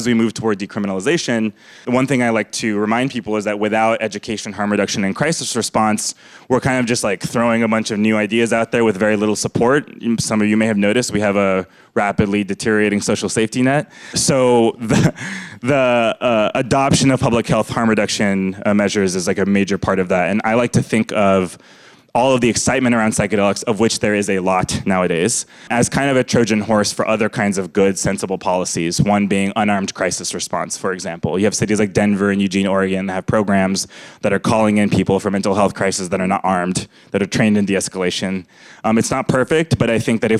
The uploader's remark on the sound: Conversations at The Interval. These hour long talks are recorded live at The Interval, our bar, cafe, & museum in San Francisco.